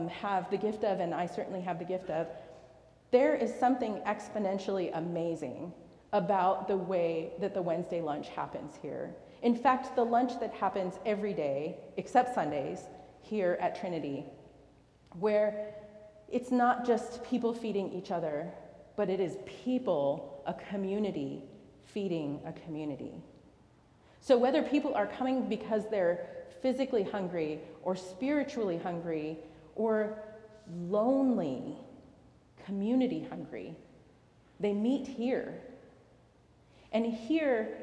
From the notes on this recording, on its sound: recorded live at the 10:00am service on Sunday, December 24, 2023